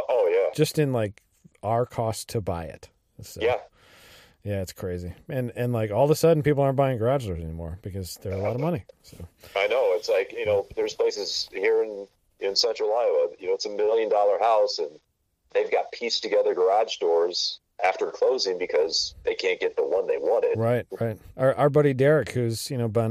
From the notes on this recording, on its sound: gets on the phone